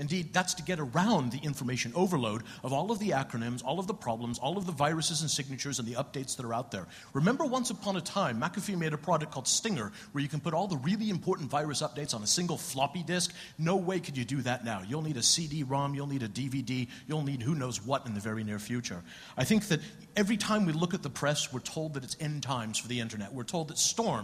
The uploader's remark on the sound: What you're about to hear is the speed debating panel from AusCERT's 2010 conference.